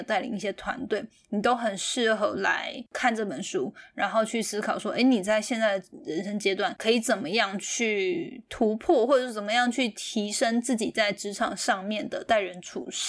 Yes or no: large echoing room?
no